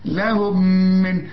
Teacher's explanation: ميم بعدها ميم، ادغام بغنة